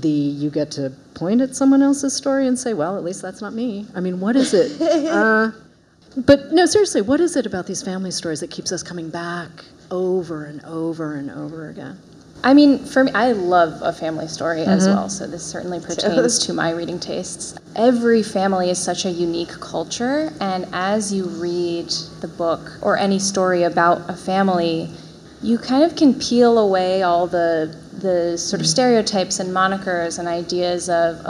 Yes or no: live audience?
yes